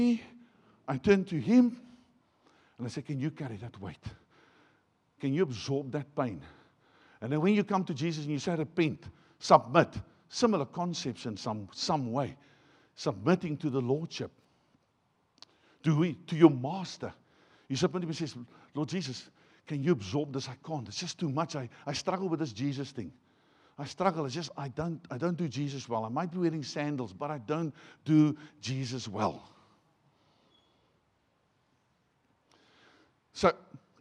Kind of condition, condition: setting, large echoing room